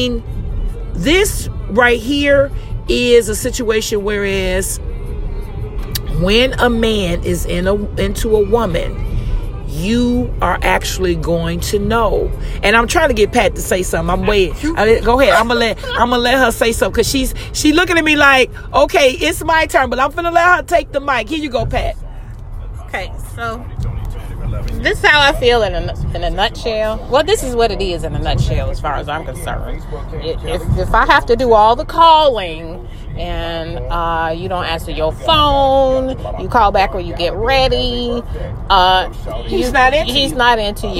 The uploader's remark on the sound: THE CONVERSATION IS DEFINITELY A FREESTYLE DISCUSSION WHILE DRIVING. THIS EPISODE IS REAL & UNCUT.